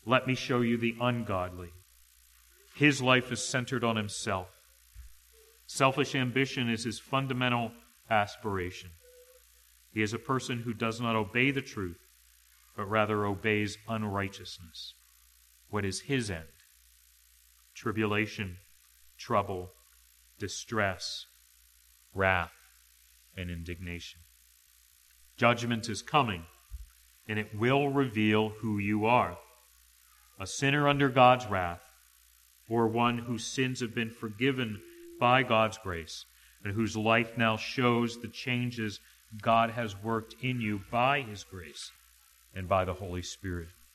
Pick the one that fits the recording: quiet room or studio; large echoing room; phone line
large echoing room